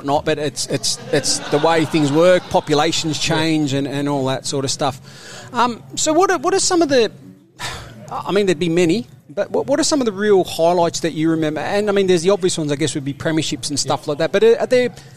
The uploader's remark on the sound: Live from Mandurah CC. Recorded LIVE (listen for the typical vibe from cricket clubs across the land on a Thursday selection night), we venture to downtown Mandurah.